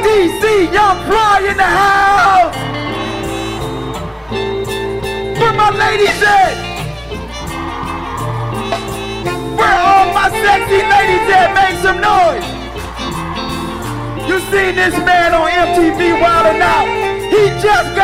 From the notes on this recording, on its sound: Recorded live at the Taft Theater. They said Cincinnati would be nasty!